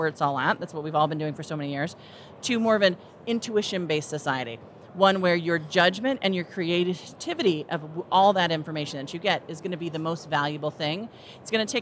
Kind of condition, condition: setting, busy venue